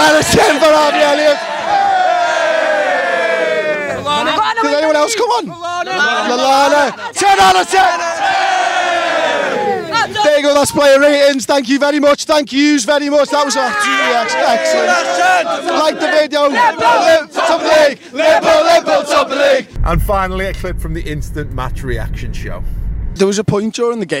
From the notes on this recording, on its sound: Join us outside Anfield as we react to Liverpool's 2-0 win over Sheffield United!